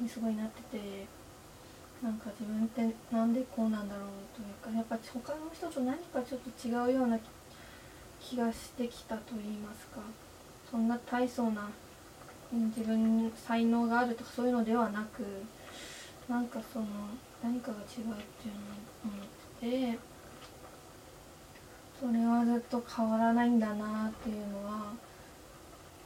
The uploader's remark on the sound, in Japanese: 鶏飯作りながら初回を録る。鶏飯という料理を作りながら録りましたが、初めての料理しながらのラジオ、いい感じの生活音かもですね。でも録ってる間にしてたのは丸鶏ガラスープを作るグツグツ音だけでしたが！